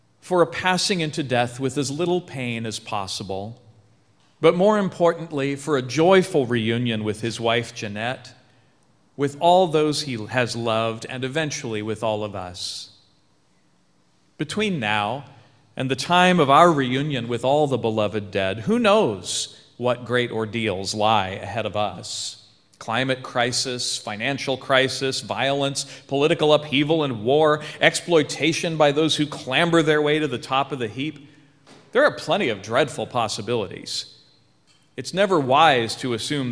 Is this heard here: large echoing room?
yes